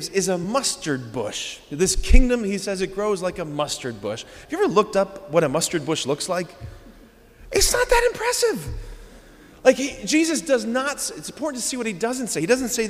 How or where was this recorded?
large echoing room